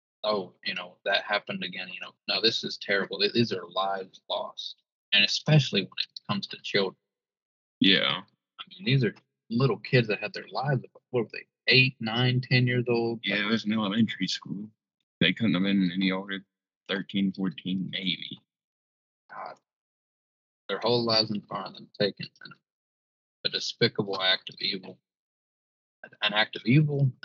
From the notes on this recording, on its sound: The audio is a bit off in this episode